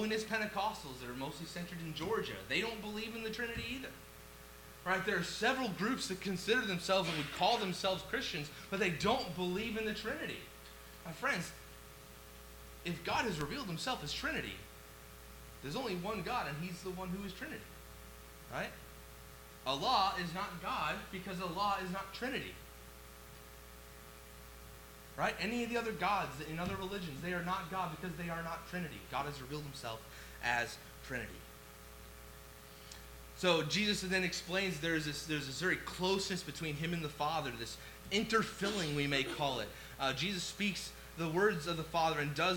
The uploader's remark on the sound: WARNING: LOW AUDIO VOLUME.